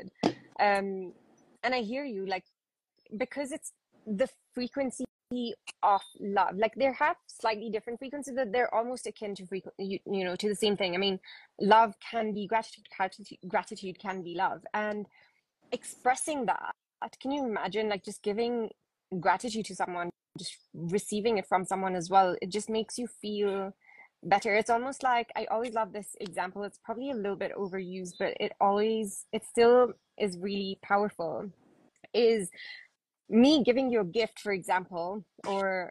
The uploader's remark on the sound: Today's episode is an Instagram Live